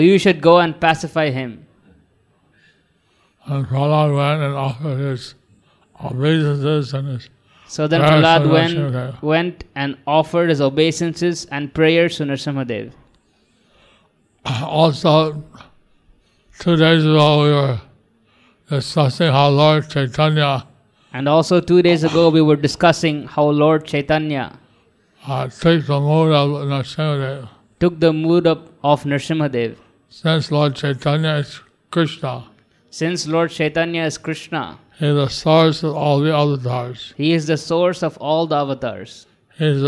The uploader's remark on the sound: Evening Narasimha Catudasi Lecture in Mayapur. Sri Mayapur, India.